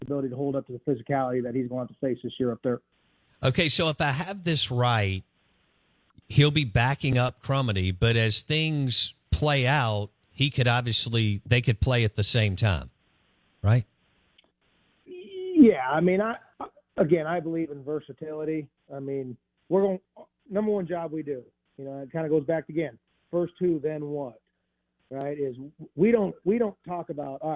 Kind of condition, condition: link, phone line